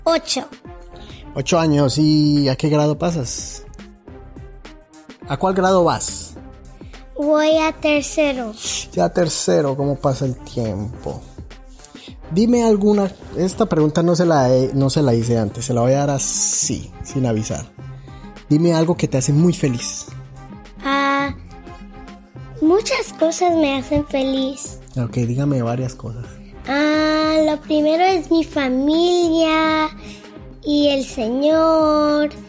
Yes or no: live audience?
no